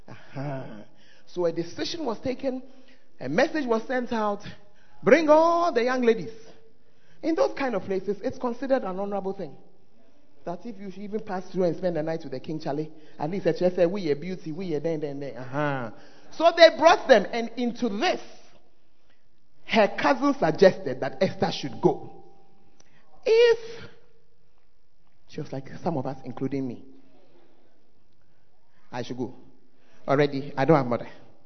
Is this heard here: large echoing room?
yes